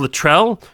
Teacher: I always thought of it as Luttrell with the accent on the second syllable